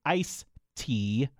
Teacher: a lot of people say ice tea without the D on the end. And I have to admit that if I'm just speaking, it probably slurs one word into the other, which is probably true for a lot of people.